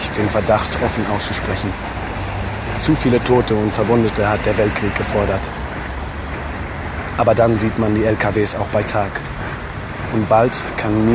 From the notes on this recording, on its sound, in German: Auf einem Spaziergang durch Berlin. Die Tour wurde im Zentrum von Berlin an Originalorten aufgenommen.